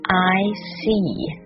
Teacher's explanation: 饱满的双元音 I，注意口型的滑动